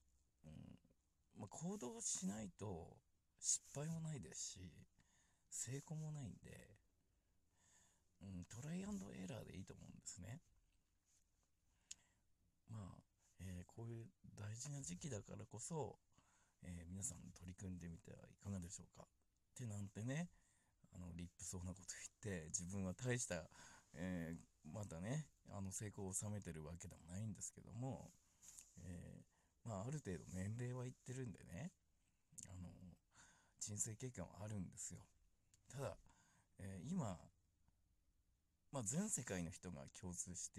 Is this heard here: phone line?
no